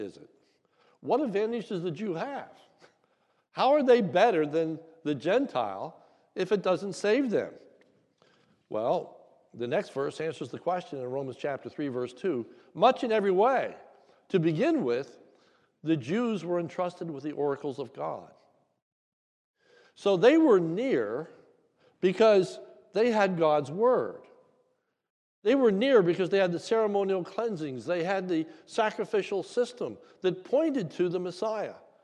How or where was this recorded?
large echoing room